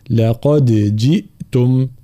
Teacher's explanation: أولا بين حرف الدال مع القلقلة